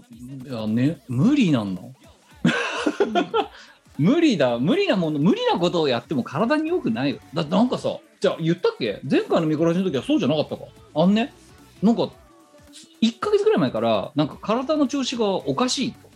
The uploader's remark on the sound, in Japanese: 本番組はリモート収録です。収録時環境の影響により、聴き取り辛い部分があります。月曜夜収録。収録時環境の問題により、一部会話が特に聴き取り辛くなっております。途中で激しくノイズ等入りますが、収録時のものです。